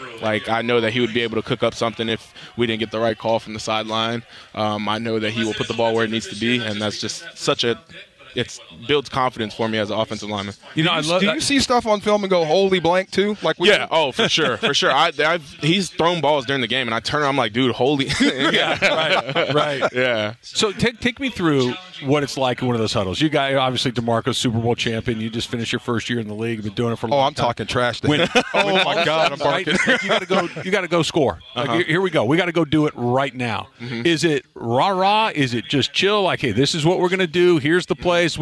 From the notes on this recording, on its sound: live from YouTube Theater for Rams Revealed